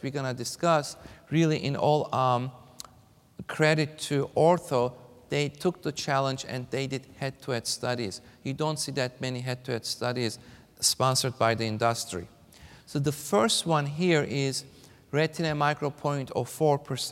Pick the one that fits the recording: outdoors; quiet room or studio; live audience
live audience